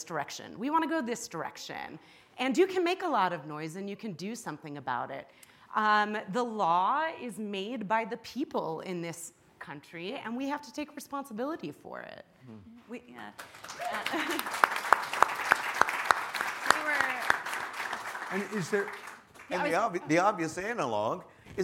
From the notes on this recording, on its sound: Following a screening of the SundanceTV & Ancestry short film Railroad Ties , a live panel discussion. In front of a live audience at the SundanceTV HQ on Main Street in Park City, UT during the 2019 Sundance Film Festival.